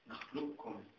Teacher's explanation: هناك من قال بهذا، ولكن الصحيح المختار هو أن نلغي القاف، لا يبقى للقاف وجود في هذه الكلمة · Term: الإدغام كامل